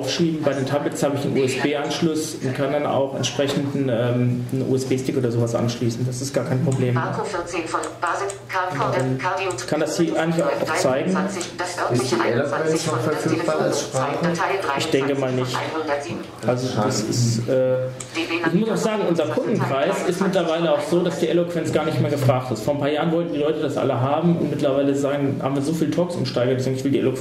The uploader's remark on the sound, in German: Vortrag über mobile Betriebssysteme in Petersberg. Aufzeichnung des Vortrags über mobile Betriebssysteme auf der Bundesfachgruppe IT Tagung in Petersberg bei Fulda.